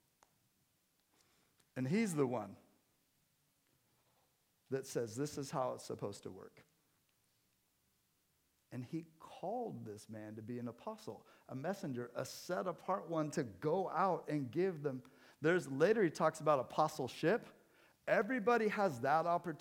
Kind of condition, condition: setting, large echoing room